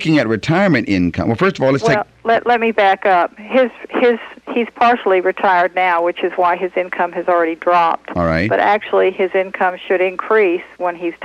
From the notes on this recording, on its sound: Financial planning call-in show.